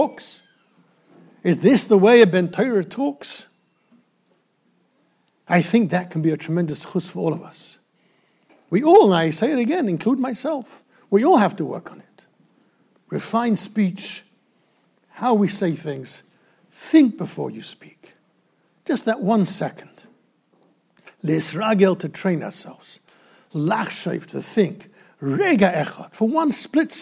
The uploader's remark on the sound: recorded in Yeshivas Ohr Reuven, Monsey NY